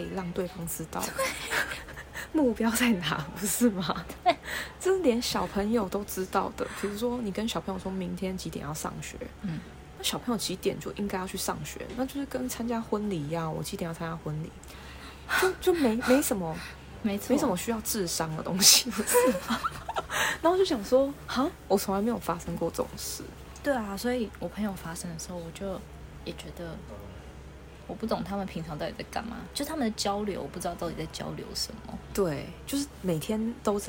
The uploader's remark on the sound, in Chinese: 這次一起見面錄音真的超級開心！有點抱歉可能背景有些雜音。